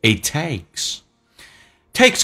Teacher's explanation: A 这个发音稍微的饱满一点，先发 A，再发 I，A，滑动过去